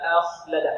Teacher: فهنا لو الهمزة درسناها مفردة نقول مخرجها من الحلق وهي مرققة وما إلى ذلك، والخاء مخرجها من الحلق وهي مفخمة. لكن عندما يتجاور الألف مع الخاء لا بد من محافظة على ترقيق الألف أو الهمزة